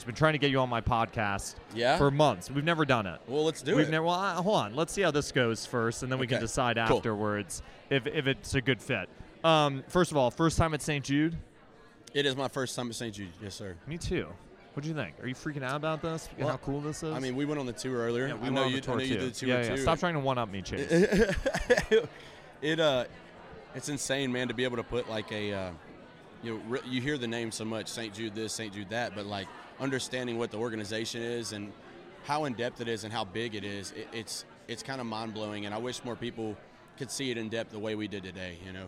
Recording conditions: busy venue